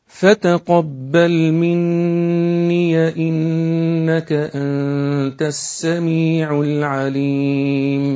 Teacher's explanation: ورش عن نافع الياء دي مش هتبقى عنده ياء مادية، هتقرأ هذه الياء بالفتح منية فتصير ياء مفتوحة. · Term: ياء اضافة